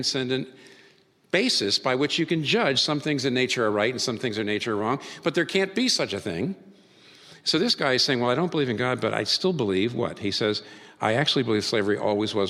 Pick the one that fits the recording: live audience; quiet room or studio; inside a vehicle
live audience